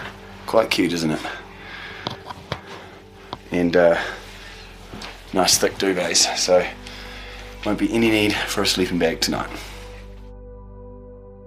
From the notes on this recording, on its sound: The two-week journey to Mt Everest Base Camp, in the Himalayas in Nepal. This podcast features immersive sound, recorded on location, when listened through headphones you'll feel like you're really there. Like any adventure this wasn't without it's challenges, expect to hear everything.